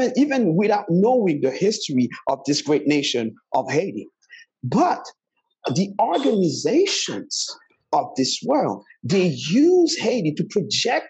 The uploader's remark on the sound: We had some audio issues on the show. We tried to do the best we could but the situation is what the situation is.